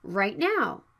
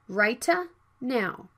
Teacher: The plosive consonant T is right before the consonant N. It can be unreleased. · Shown in: first take · Right now. Not righta now.